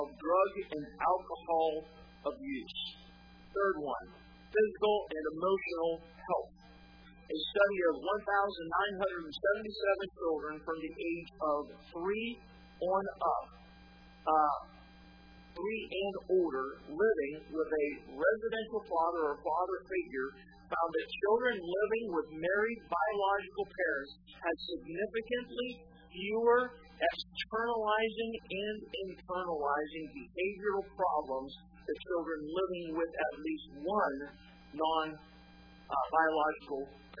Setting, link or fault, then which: setting, large echoing room